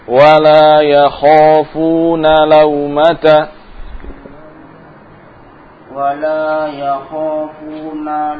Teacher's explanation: Nunnya jangan dipanjangkan, jangan dikasih jeda, langsung masuk ke lam.